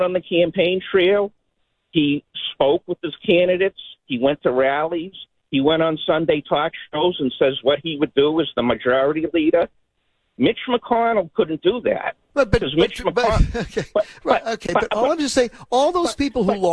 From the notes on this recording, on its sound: Opened the phone lines for comment.